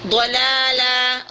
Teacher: dha ditebalkan, la ditipiskan